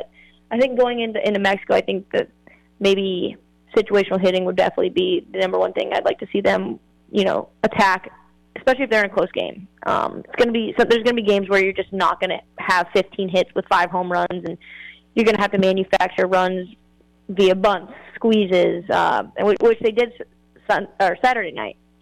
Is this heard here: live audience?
no